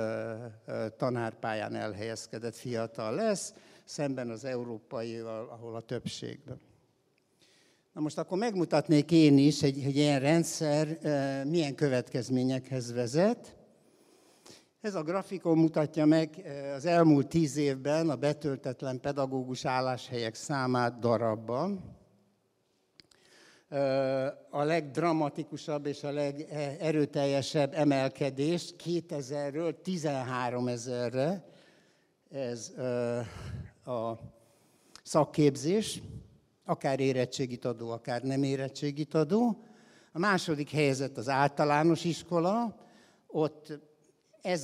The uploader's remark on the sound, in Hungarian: a hatodik Qubit Live-on tartott előadásában